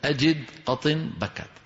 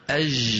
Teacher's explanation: الجيم من وسط اللسان، هذا الحرف أج أج جا جو جي، هذا الحرف كما نرى على اللوحة من وسط اللسان، ومخرجه الفصيح كما ترون مقفول، لأنه حرف من حروف الشدة، أجد قطن بكت. أما إن قلنا أج شو بنكون عملنا؟ نطقناه رخوا، هذا خلاف الفصيح · Shown in: second take